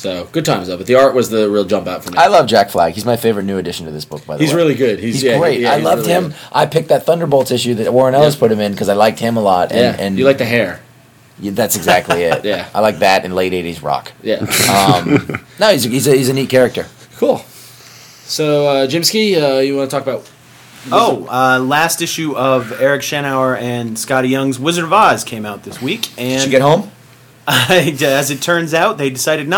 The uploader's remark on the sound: we record from the San Diego Comic Con